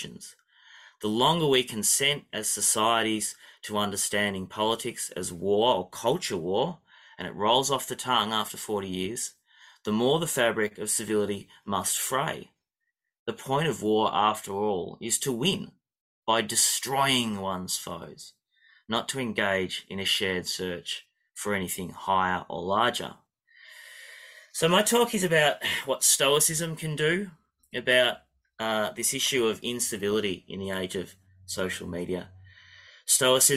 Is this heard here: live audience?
no